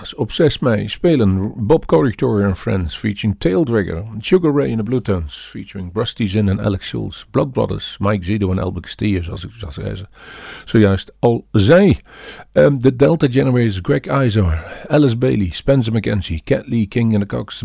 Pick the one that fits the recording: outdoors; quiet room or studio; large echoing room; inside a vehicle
quiet room or studio